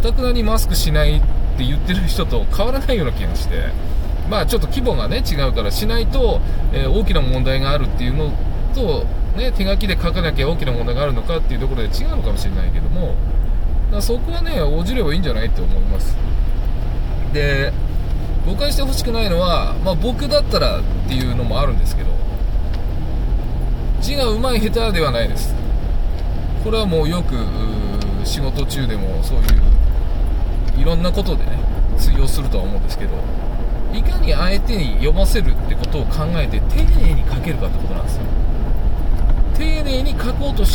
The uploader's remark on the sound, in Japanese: 運転中。夜の車の中でなんかちょっとアツくなっちゃいました。